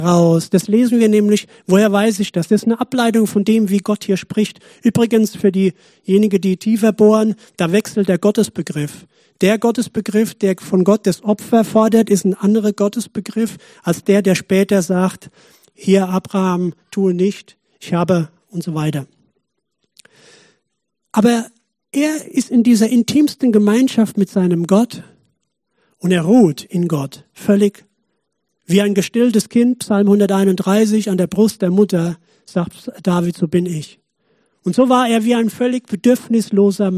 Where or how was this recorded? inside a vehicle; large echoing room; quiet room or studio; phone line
large echoing room